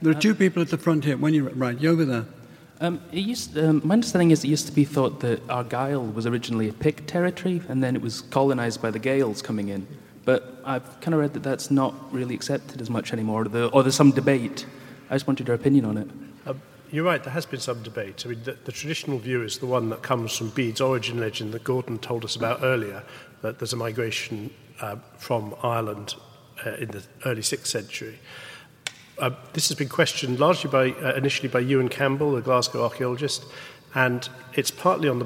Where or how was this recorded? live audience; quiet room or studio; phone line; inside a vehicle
live audience